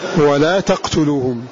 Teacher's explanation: فتح التاء إسكان القاف يقتلوكم فتح الياء وإسكان القاف